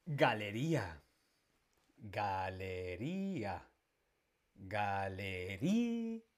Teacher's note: la fuerza la tiene en la penúltima, por lo tanto es llana.